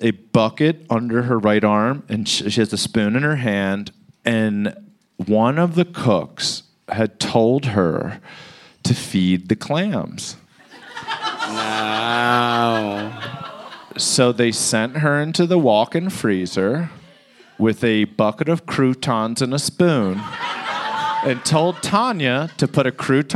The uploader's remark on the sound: It's Bananas live from Denver!